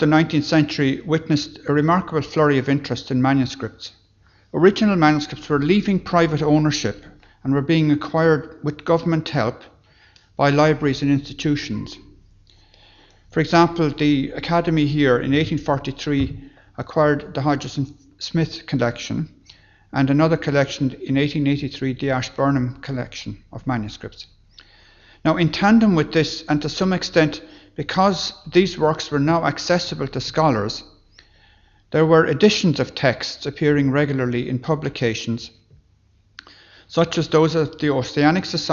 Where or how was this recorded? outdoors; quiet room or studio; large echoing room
large echoing room